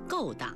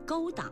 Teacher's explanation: 够当的够应该读去声 · Shown in: first take · ，不能读成音频。